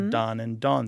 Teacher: Don and Dawn sounding alike